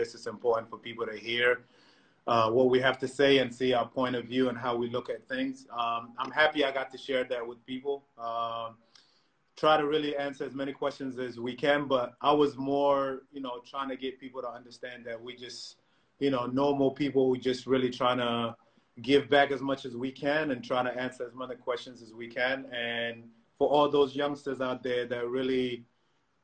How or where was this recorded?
video call